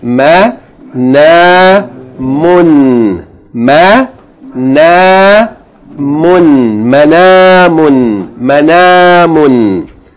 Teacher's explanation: Three syllables, short, long, and then a tanween